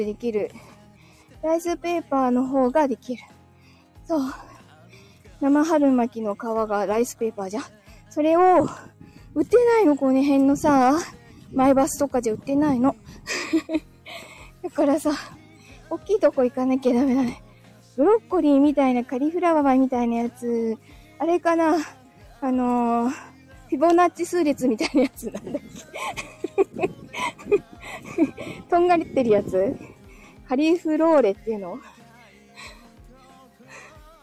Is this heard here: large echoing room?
no